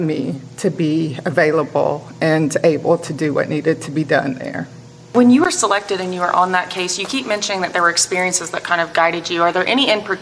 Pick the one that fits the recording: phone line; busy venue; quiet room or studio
busy venue